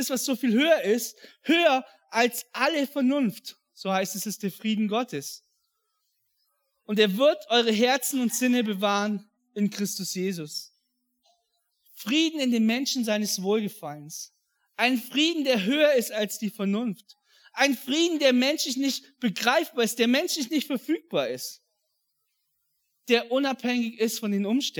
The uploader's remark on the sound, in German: An Heiligabend 2022 in der Life Church Ansbach.